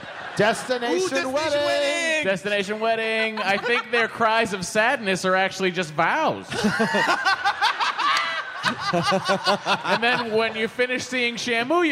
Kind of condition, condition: setting, live audience